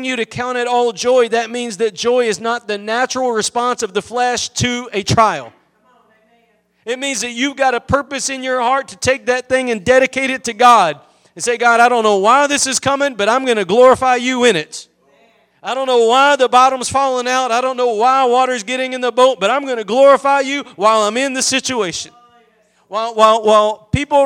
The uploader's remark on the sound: Preached at Gospel Lighthouse in Bossier City, La.